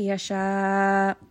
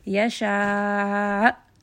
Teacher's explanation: Just going to have a sharp jerking sound at the end. · Shown in: second take · Make sure you do not drop this letter, so don't say يشاء.